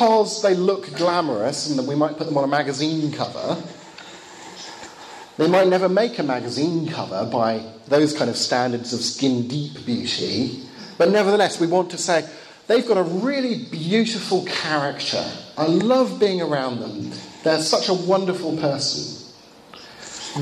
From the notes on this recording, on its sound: Lecture given in Bulgaria, 2014.